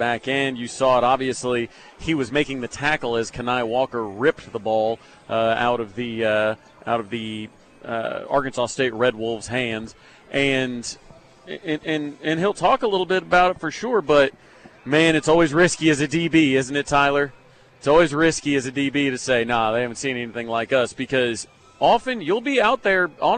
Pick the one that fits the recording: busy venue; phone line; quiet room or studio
busy venue